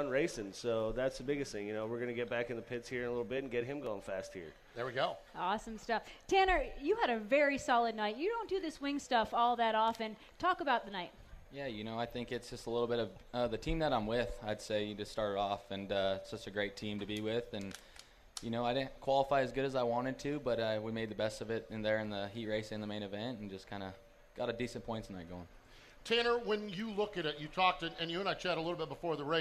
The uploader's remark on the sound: Live from the 59th Annual Knoxville Nationals